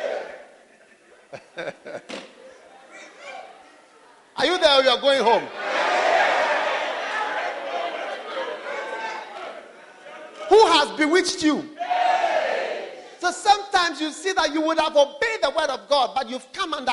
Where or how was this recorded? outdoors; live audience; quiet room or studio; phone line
live audience